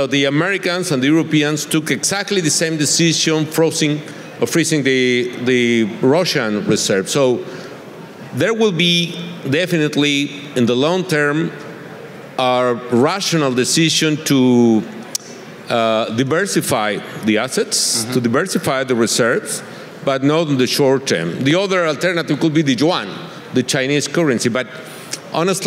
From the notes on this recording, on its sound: on stage at the 2022 VRIC